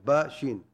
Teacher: باء کے لیے ہونٹ لگتے ہیں آپس میں لازمی. اچھا ہونٹ کھول کے باء کہیں، کوئی کہے کے دکھائے، کہے نا ہونٹ بند نہ کریں، با کا حرف پڑھیں بسم اللہ.